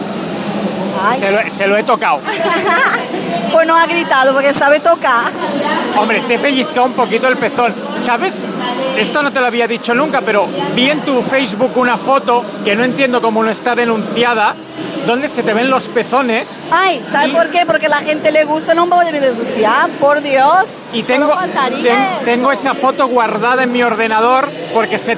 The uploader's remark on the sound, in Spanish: Ya están aquí las entrevistas grabadas en el Salón Erótico.